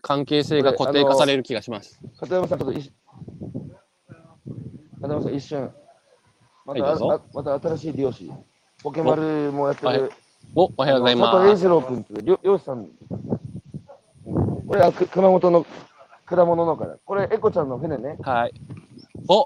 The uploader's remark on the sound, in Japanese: 歩きながら1時間、対談する